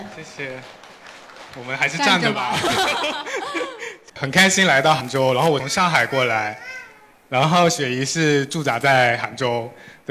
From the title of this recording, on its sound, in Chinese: 杭州听友会特辑